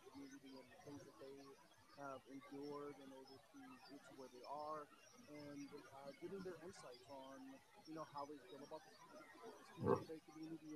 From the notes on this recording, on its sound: PLEASE excuse the technical difficulties in the beginning, I'm not sure why my mic sounded that way.